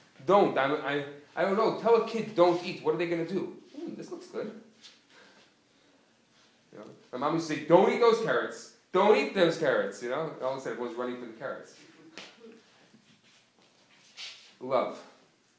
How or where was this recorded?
live audience